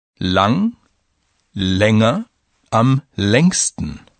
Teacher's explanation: You heard right. With some adjectives, the A ah turns into the umlaut E. Eh. Lang, länger, am längsten.